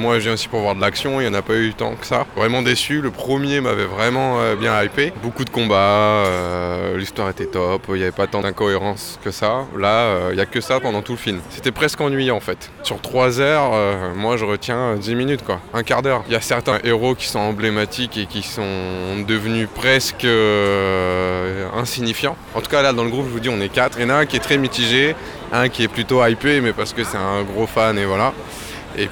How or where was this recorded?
busy venue